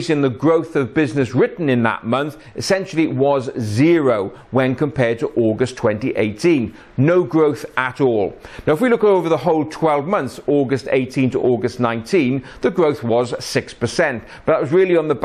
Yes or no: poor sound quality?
no